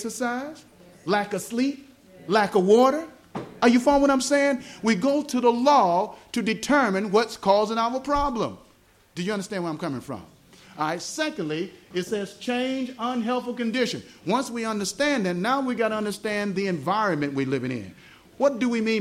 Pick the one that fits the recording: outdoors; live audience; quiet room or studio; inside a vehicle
live audience